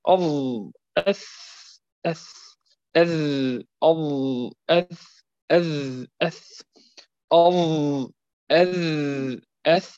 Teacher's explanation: أن مقصوده أن هذه الحروف الثلاث تخرج من طرف اللسان كالعادة، من طرف اللسان من جهة ظهره، من جهة ظهره، ومن أطراف الثنيتين العليين · Term: الظاء والذال والثاء